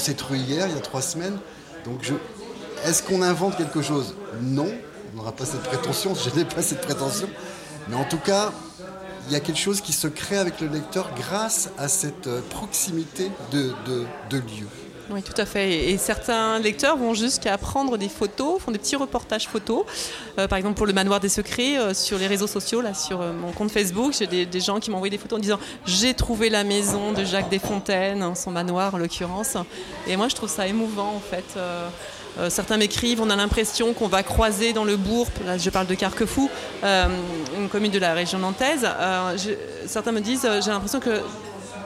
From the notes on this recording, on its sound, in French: Assis à une table du bar le Clémenceau de Jard sur mer. Qui participent à Escale Littéraire, le festival proposé par la communauté de commune Vendée Grand littoral.